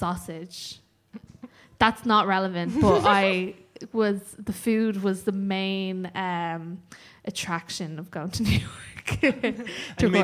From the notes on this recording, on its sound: Live At Quarter Block Party 2020. A live recording of the TPOE podcast at Plugd over the Quarter Block Party weekend.